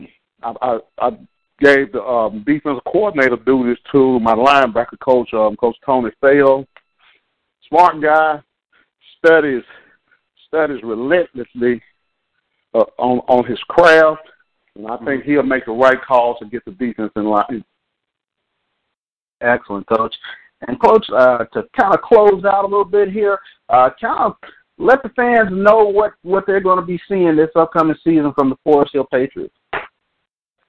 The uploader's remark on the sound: 87.9 FM Prairie View, TX. Phone Interview.